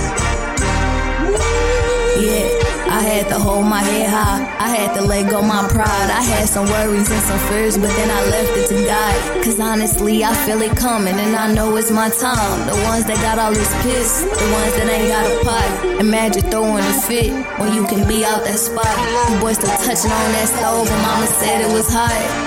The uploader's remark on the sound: Live from Pop's.